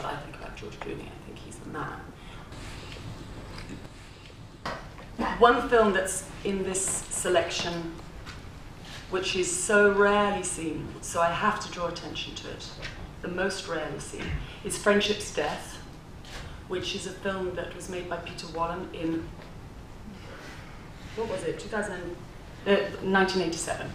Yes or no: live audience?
yes